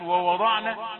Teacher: لا، مثلا ووضعنا، لا تقل ووضعنا، تفخم الواو القريبة من الضاد أو الواوين، هذا خطأ.